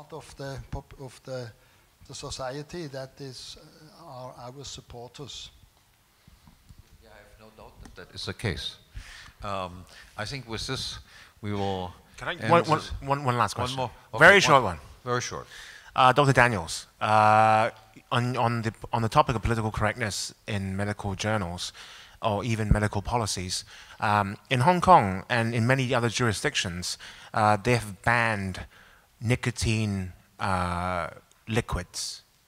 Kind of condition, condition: setting, live audience